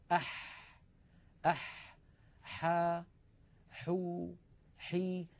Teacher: الحاء أيضا يا إخوة من وسط الحلق، أح أح حا حو حي، لاحظوا البحة الموجودة في الحاء الفصيحة